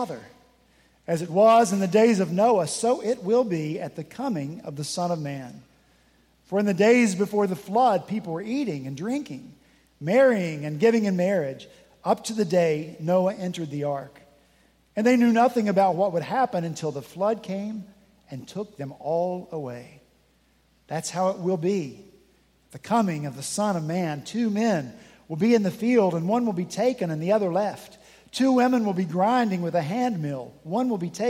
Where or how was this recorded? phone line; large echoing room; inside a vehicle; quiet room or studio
large echoing room